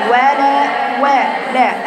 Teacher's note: الواو مفتوحه واللام مفتوحه مد طبيعي حركتين